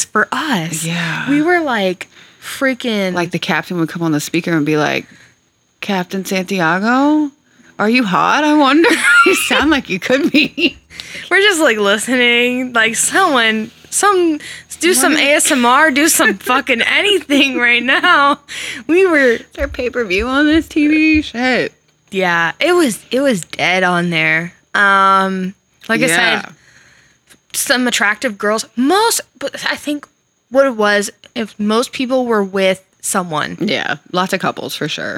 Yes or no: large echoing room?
no